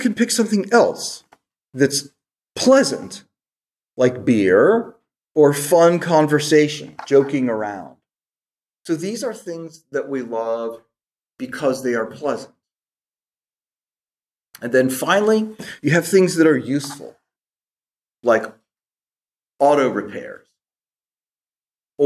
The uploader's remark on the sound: This lecture was given on June 13, 2023 at the Dominican House of Studies in Washington, D. At the Dominican House of Studies in Washington, D.C. As part of the 2023 Civitas Dei Summer Fellowship.